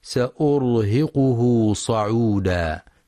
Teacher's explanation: ينتبه القارئ في كلمة صعودا لفتح الصاد وعدم ضمها، فلا يقرأ صعودا.